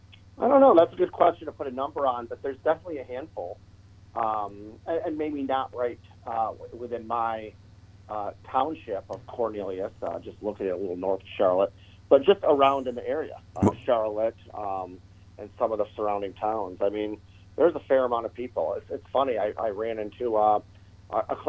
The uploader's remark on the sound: Called in from North Carolina.